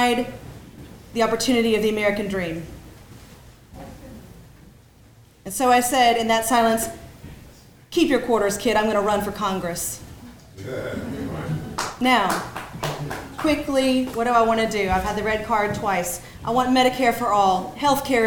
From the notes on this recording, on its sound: Congress to Lieutenant Governor each gave brief speeches and answered questions from the audience.